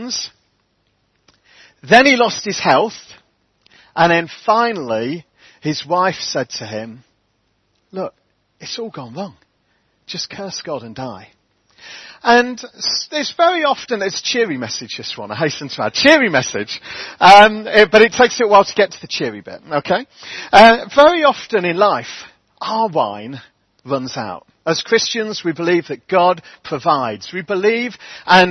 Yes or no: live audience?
no